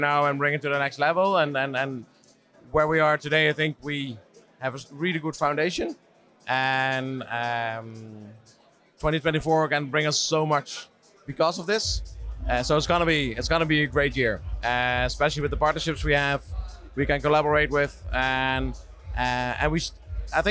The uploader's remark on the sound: Event Season Recap from Montreal. Filmed on location in Montreal during Lightspeed Oxygen Summit!